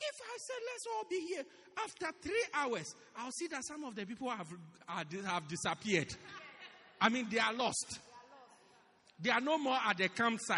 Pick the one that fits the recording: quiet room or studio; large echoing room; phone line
large echoing room